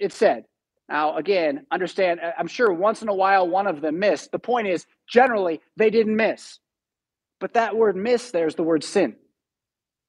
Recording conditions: large echoing room